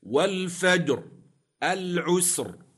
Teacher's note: الراء ساكنة في كليهما لأجل الوقف وقبلها ساكن صحيح وقبل الساكن فتح أو ضم تفخم